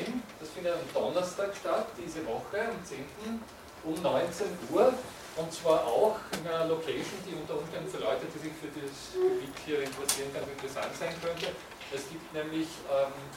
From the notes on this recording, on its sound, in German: Diese Vorlesung wurde von Studierenden aufgenommen